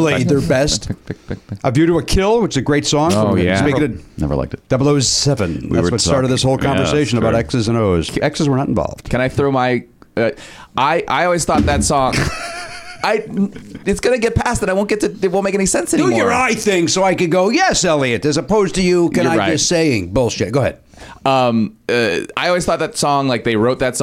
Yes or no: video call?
no